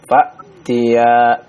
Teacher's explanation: Pakai hamzah, pakai pangkal tenggorokan.